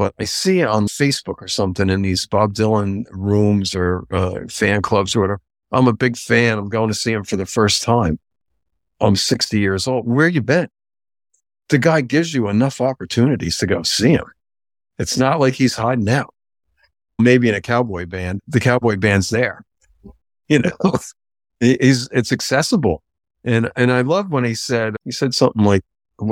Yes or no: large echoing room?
no